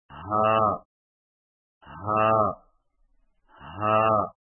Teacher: ہا کی ادائیگی میں زبان کی جڑ کو حلق کی طرف دبائے بغیر باریک اور بغیر رگڑ کھاتی سانس میں پڑھیں